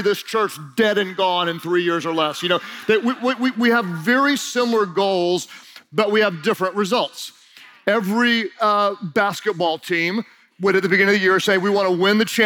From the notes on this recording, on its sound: During Session 2 of Team Conference 2019